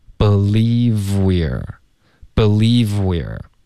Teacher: I cannot believe 的这个 v 跟后面 we are 的这个 w 音连发。OK，然后 we are 呢它就发成了 we're，所以前面加一个 v 就变成 we're。OK，一口气 believe we're，这里它就顿了，它没有连读到后面 even。OK，为什么呢？因为它想要强调竟然这个字 we're even。OK，中间停了一下，没有连读。I cannot believe we're even having this discussion.